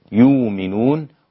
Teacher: أبدل الهمزة واو خالصة